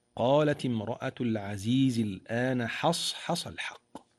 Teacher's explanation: وبين حاء حصحص الصادقة بالحائين لمجاورتهما الصاد المستعلية